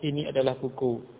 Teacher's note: intonasi untuk kalimat berita atau penggambaran ya datar